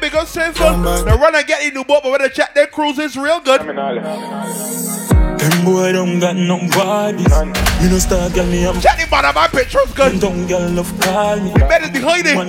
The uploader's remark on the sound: LIVE AUDIO LEVEL UP FRIDAYS - POWERED BY MADDD & BADDD LIQUIDO COCKTAIL BAR, WATER STREET BARBADOS